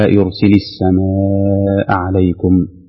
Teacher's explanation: مد متصل لوقوع الهمز بعد حرف المد في كلمة واحدة